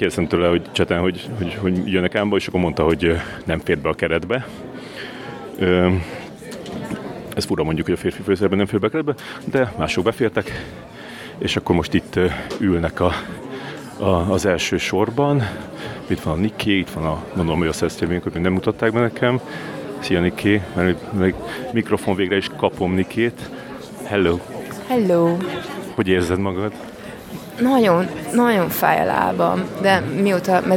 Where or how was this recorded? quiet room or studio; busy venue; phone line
busy venue